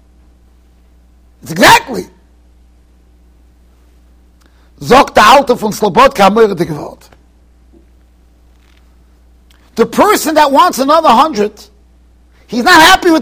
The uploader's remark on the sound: Shiur recorded in Yeshivas Ohr Reuven, Monsey NY.